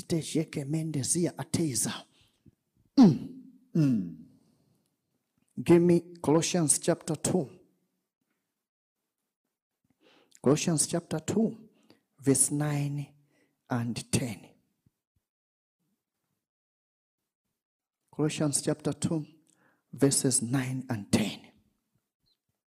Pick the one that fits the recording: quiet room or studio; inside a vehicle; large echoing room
large echoing room